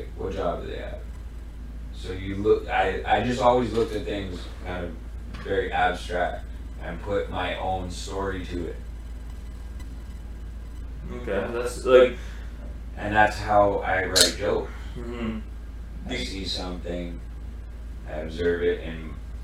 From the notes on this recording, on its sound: Apologies for the audio issues..